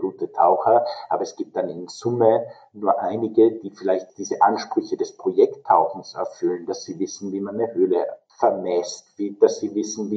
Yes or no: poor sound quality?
yes